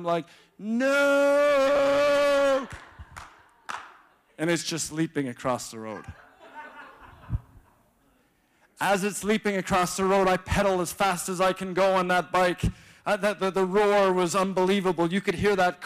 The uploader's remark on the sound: shares a message on Nov 12, 2016 at Resurgence Edmonton.